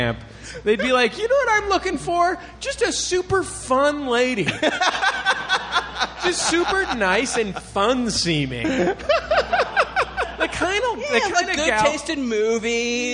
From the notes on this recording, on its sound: Live from Riot LA!